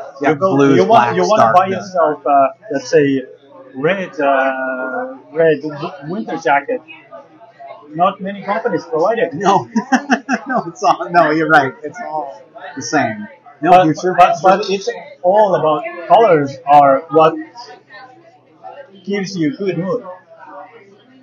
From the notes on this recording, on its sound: The two enjoyed a lunch at The Third, in the Hintonburg/Wellington West area of Ottawa.